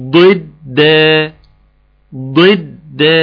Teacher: يبقى انا عملت الضاد فخمتها وكسرتها والدال رققتها